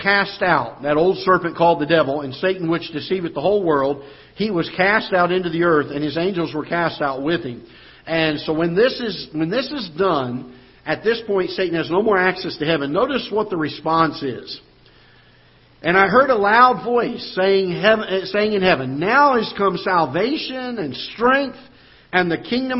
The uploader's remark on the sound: Ketha Heights Baptist Church ~ Live Broadcast